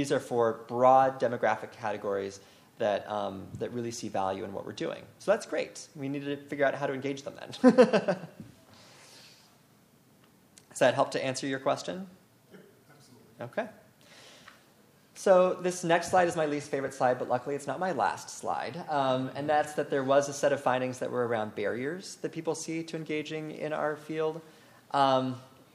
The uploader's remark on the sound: Annual Meeting Session Recording Recorded in Detroit, MI September 17, 2015. 2016 AASLH/MMA Annual Meeting Session Recording Recorded in Detroit, MI.